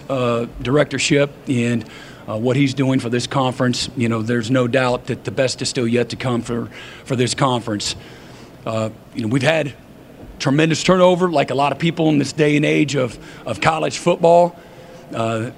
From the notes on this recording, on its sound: Press conference at Big 12 Football Media Days.